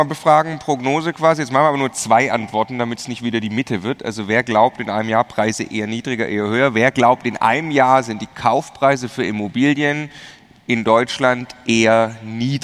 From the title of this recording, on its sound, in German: live vom immocation Festival